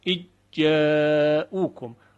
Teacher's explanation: ذال در تلفظ دیگه شنیده نمیشه پس از ادغام و یک جیم مشدد ما خواهیم شنید · Term: ادغام صغیر